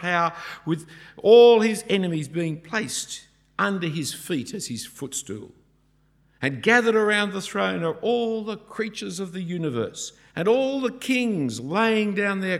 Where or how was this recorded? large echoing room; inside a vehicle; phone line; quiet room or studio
large echoing room